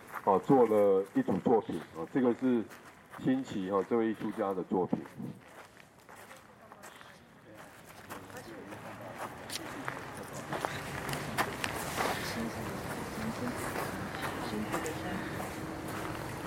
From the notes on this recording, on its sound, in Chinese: 大隆田展區」現場導覽